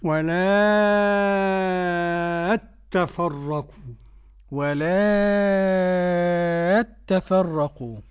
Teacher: يتعين عليه مد لا ست حركات · Term: مد لازم كلمي مثقل